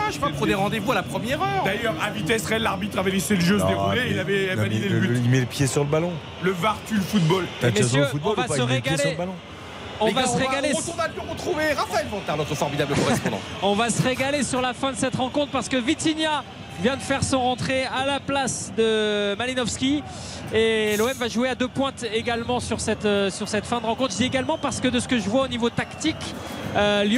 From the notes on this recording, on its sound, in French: en direct du Groupama Stadium